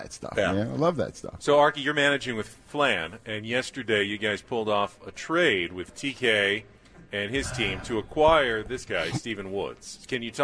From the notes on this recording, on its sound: live for Day 3 from Padres Fantasy Camp out in Peoria Arizona!